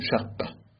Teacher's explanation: ادغام تو اصطلاح یعنی این که دوتا حرف رو طوری به هم دیگه چسبیدیم و ضمیمه کردیم که دیگه بدون فاصله با فقط حرف مشدد تلفظ میشه. مثلا شققه رو گفتیم شقه.